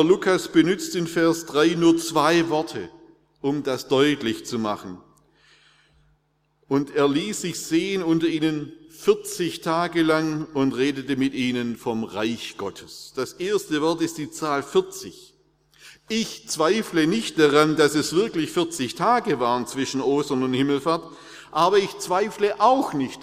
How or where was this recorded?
large echoing room